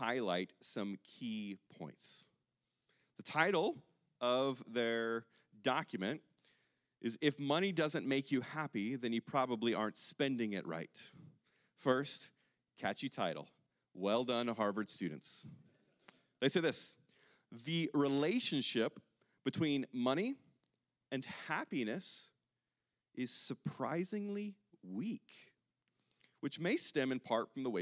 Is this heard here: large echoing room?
yes